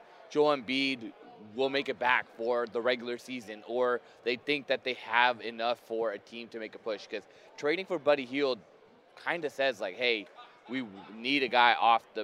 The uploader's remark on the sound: live from Super Bowl radio row!